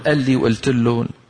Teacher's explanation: فالقاف في بلاد الشام ومصر، بالشام الكبرى ومصر، تحول إلى همزة